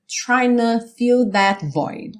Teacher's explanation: a gente tem ali o N do trying, já juntando com o O do to